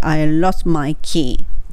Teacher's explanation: lost の t も弱まって I lost my key というになります